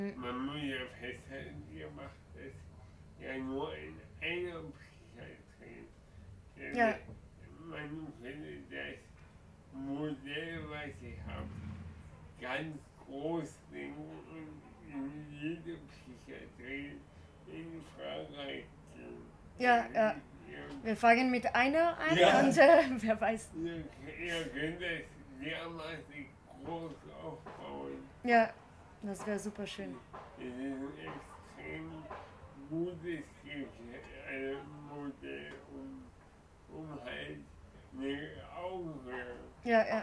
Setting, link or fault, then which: setting, busy venue